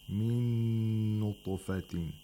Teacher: We have the idgham of noon into another noon, which is idgham مَعَ الْغُنَّةِ. Idgham of noon into noon, which is idgham المتماثلين، and it's مَعَ الْغُنَّةِ، because noon is one of the letters of Yamun.